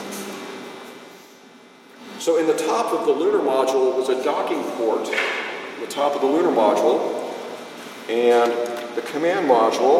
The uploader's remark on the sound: A recording from August 7th 2013 at the Alachua County Library Headquarters branch in Gainesville, FL. My apologies for the moments you miss here with this audio only recording. Unfortunately the acoustics of the conference room we were in, made that audio (on my recording) difficult to understand.